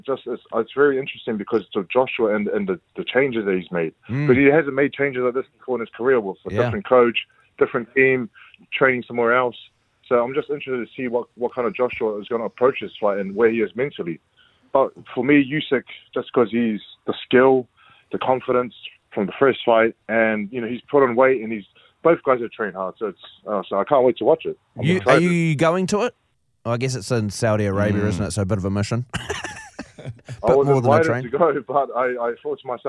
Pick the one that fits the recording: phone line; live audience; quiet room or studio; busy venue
phone line